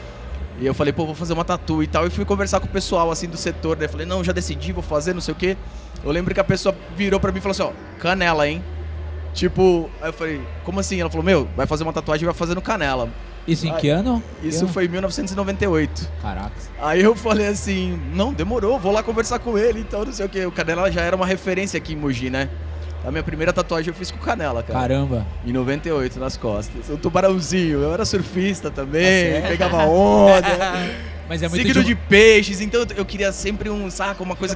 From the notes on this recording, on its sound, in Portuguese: gravados diretamente da III Mogi Expo Tattoo, o maior evento de tatuagens e piercings do Alto Tietê